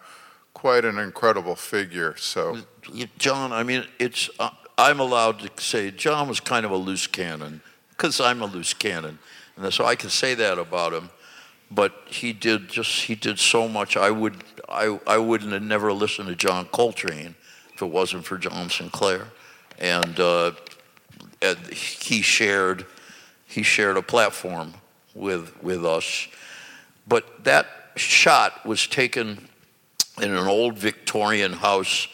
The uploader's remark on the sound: in front of an audience